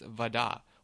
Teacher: actually it's Vada with emphasis on the da part